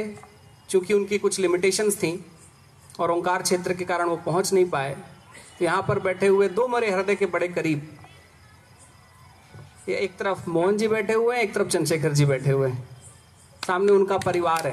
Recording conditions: outdoors